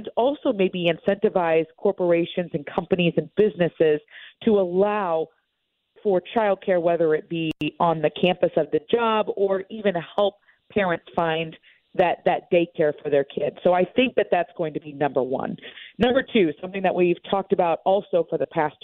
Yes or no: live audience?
no